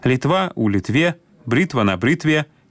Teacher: гук «т» не змяняецца на мяккі ў формах назоўнікаў, якія закончваюцца на «тва» і «тво»